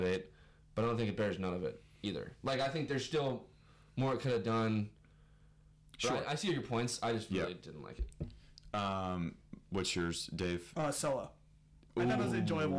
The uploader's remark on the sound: Also sorry for the audio quality we get kinda loud